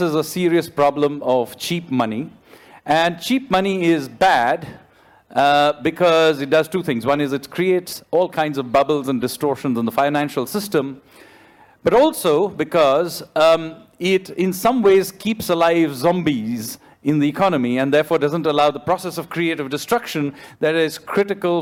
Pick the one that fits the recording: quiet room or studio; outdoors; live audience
live audience